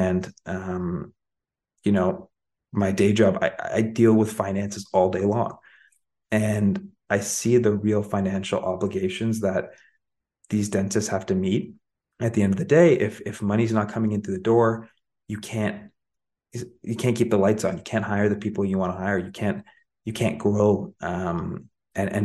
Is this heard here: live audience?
no